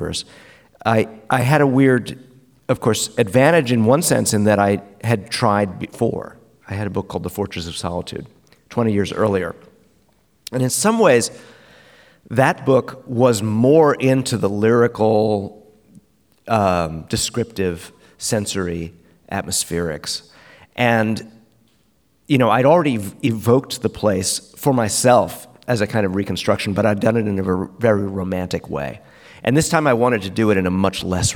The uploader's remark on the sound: In front of an audience at the 2023 Portland Book Festival.